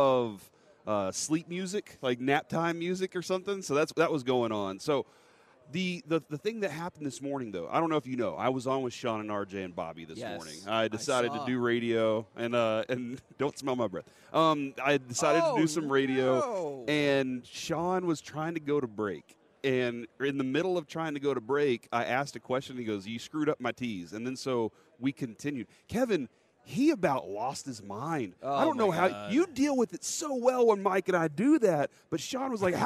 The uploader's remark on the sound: LIVE from Radio Row in Las Vegas!